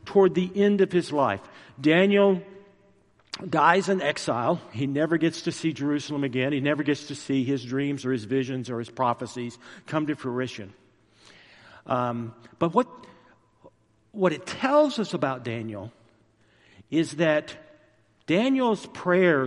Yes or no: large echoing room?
yes